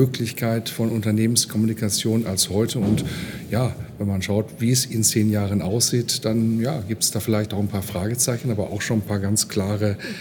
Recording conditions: busy venue